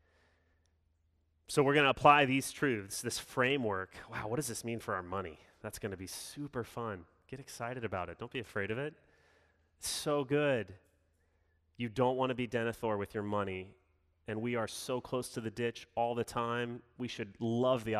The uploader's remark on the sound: Sermon delivered Sunday, June 6, 2021